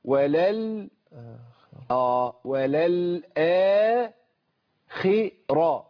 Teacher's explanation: الخاء مكسوره ضعيفه والراء مفخمه محركه بفتح